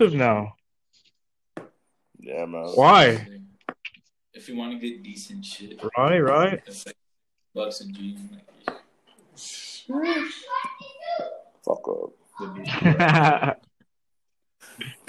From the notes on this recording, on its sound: We had some audio issues bare with us.